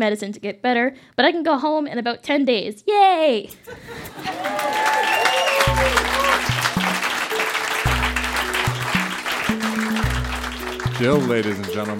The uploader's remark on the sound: Recorded live at Phog Lounge in Windsor, ON.